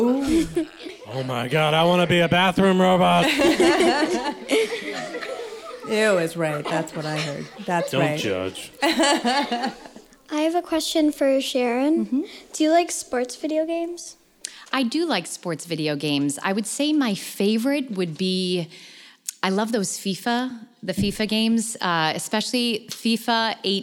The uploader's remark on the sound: It's our first live show! Special thanks to the students and staff at Jefferson Elementary in Maplewood, NJ.